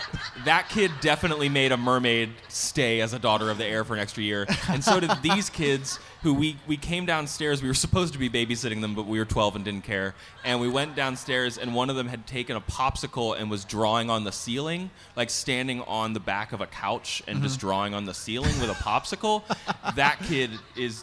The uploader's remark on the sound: This week's episode is a recording of our live episode from the New England Library Association in Rhode Island in October.